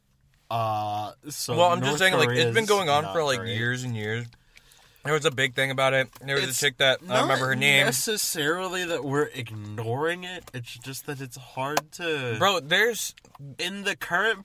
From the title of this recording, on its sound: From the Car